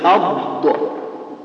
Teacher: الضاد من بين أول حافة اللسان، حافة اللسان وما يليها من الأضراس، فبعض الناس يجري له في الشدق الأيمن وبعضهم يجري له في الشدق الأيسر، ومخرجها من هذا كمخرجها من هذا.